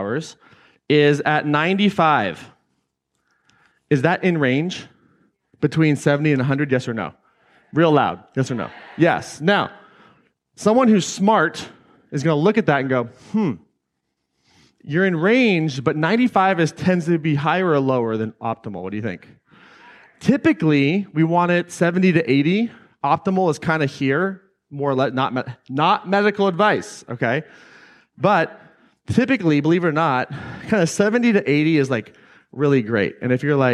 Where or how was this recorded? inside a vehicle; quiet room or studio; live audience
live audience